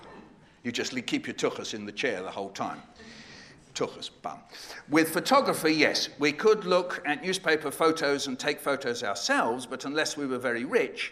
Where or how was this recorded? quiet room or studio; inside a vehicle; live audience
live audience